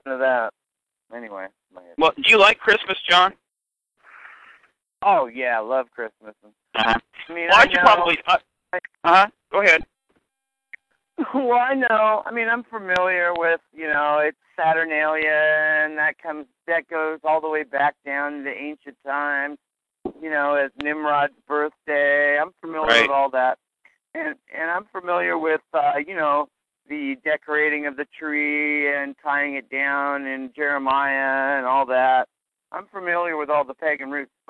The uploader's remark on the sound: This call was recorded